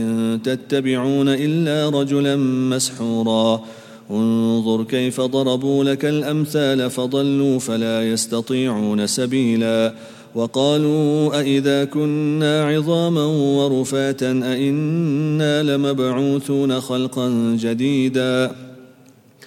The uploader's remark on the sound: at the Houghton Masjid (West Street)